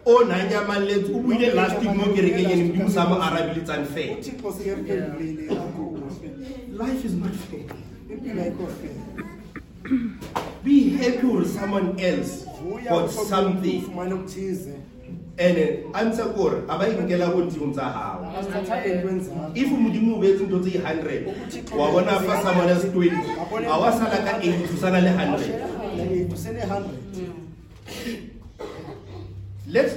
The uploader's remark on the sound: Preached at St John's Apostolic Faith Mission Church in Tembisa.